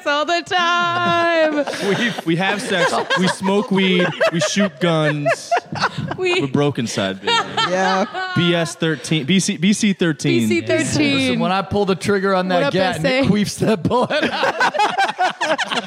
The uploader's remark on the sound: All of this in front of a live audience at Somerville's VOX POP studio in Assembly Row.